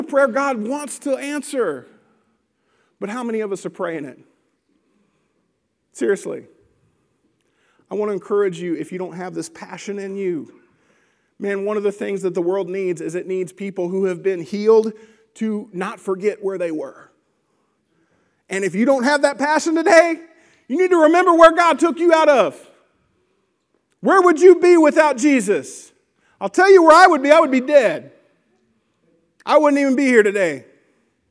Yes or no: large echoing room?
yes